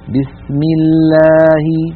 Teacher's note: أما إن سبق لفظ الجلالة بكسرة فتبقى اللام على أصلها في الترقيق